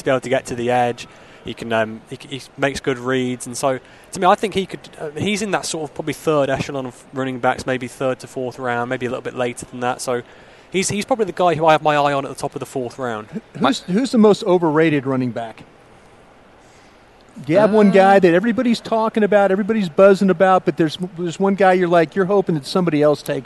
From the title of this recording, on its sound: LIVE From 2016 NFL Combine